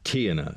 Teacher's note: Emphasis is on the first syllable.